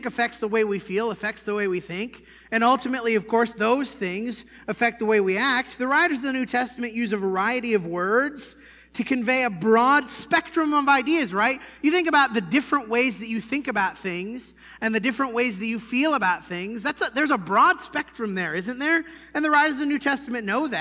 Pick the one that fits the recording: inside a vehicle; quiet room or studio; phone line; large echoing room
large echoing room